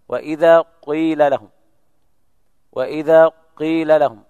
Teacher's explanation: وإذا قيل لهم، يضم الشفاه ثم يرجع مرة ثانية، إن هذا الصوت مخلوط بالإشمام، الحركة صوت الضم، وهو جزء قليل وقصير ومقدم، ثم الكسر.